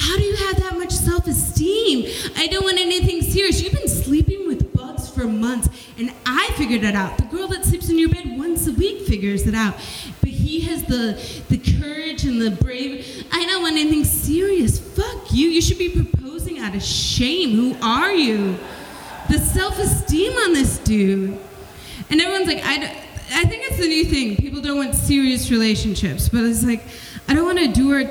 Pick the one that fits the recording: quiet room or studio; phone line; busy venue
busy venue